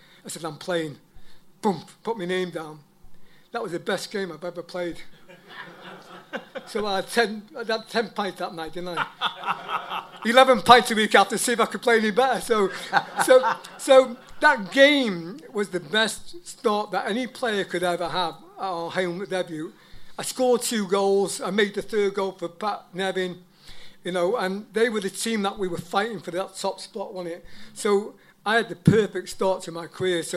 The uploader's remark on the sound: Live at the Troubadour. The boys hold a live Q&A with one of Chelsea supporters favourite players from the 1983/84 season.